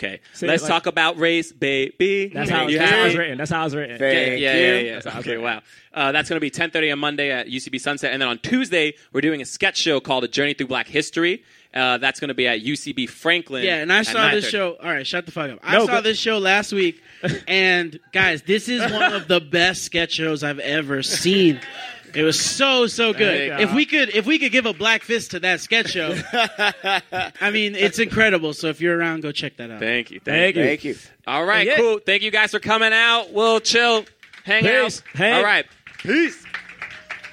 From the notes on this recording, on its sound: Live at The Hollywood Improv